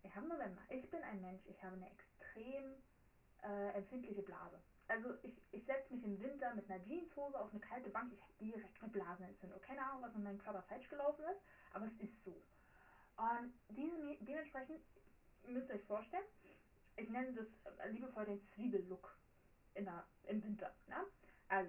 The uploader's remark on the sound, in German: sorry für den Ton